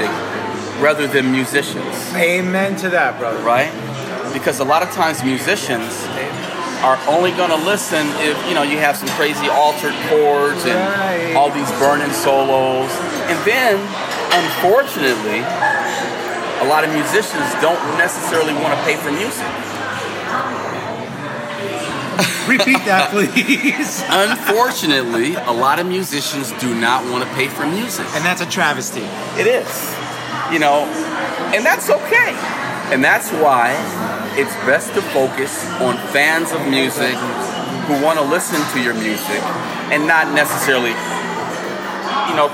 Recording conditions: background noise